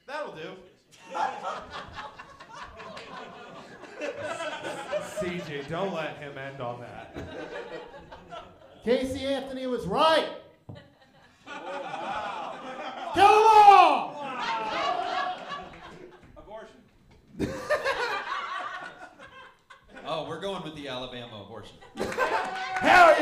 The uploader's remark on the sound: This is a live show that provides the set ups, and comedians create the punchlines live on the spot!